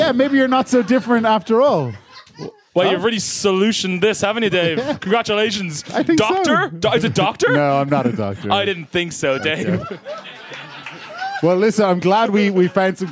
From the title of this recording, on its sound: Live at The Tightrope